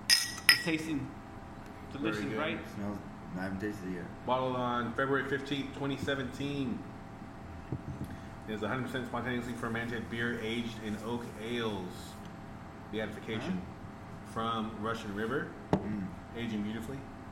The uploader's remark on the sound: recorded in the one & only Spokeasy Public House